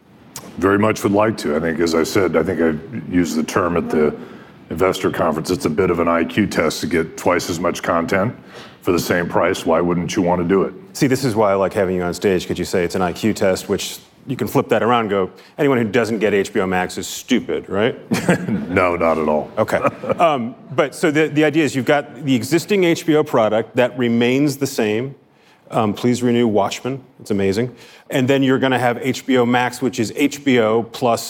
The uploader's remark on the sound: On stage at Code Media in Los Angeles.